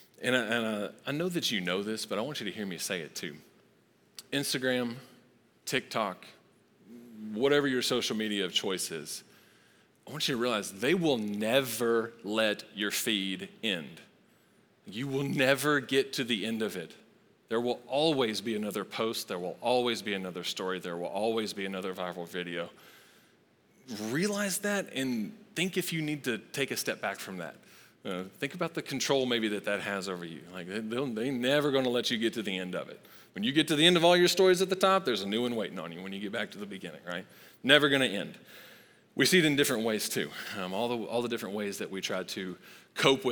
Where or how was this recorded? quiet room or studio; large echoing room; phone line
large echoing room